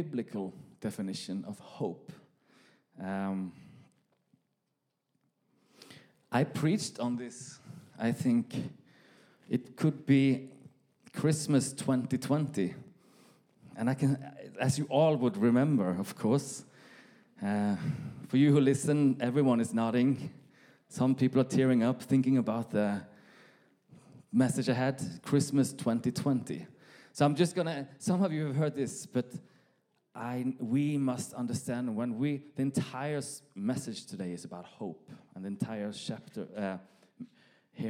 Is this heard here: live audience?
yes